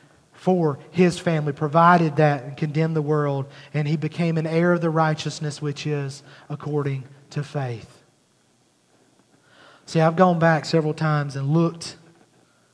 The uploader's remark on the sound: at Highland Baptist Church, Molino, FL